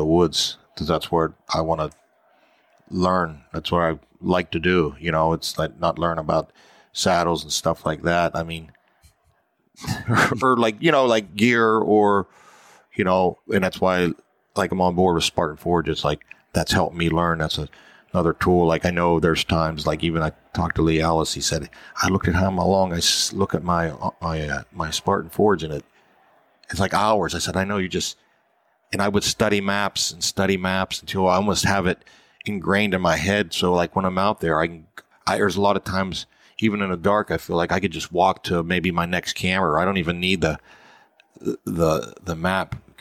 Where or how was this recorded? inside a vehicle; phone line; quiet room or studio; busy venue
busy venue